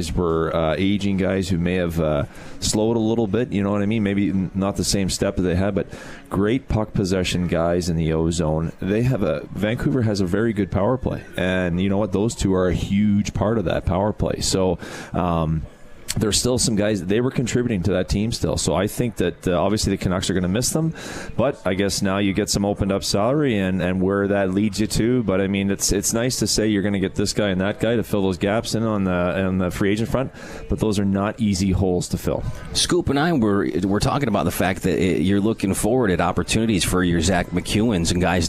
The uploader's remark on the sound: Live from Swifty’s for Comets Insider